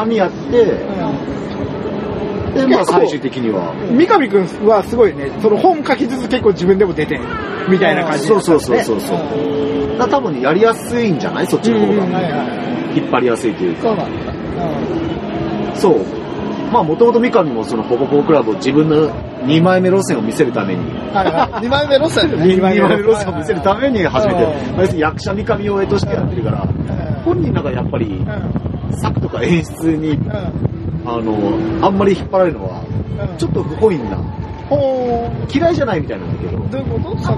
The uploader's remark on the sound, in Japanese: 今回屋外収録のため、風音がうるさい部分があります。